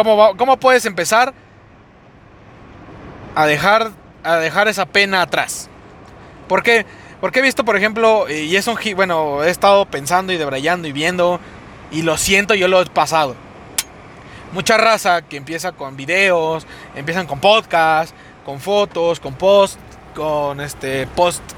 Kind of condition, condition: setting, inside a vehicle